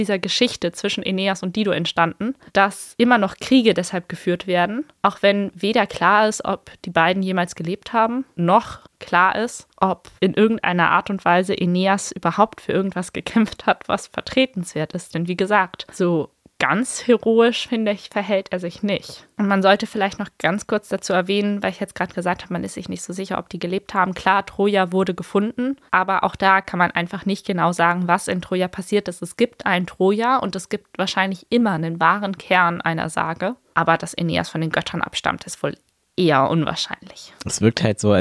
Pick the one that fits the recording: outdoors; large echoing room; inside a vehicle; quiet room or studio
quiet room or studio